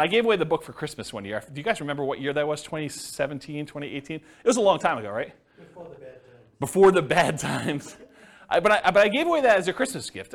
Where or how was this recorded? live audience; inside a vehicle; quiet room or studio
live audience